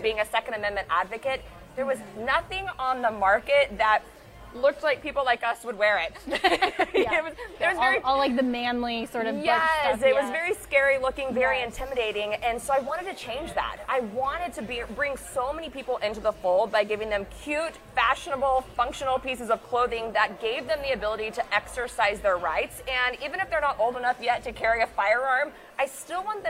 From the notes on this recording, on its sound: live at the Turning Point USA Young Women's Leadership Summit in Dallas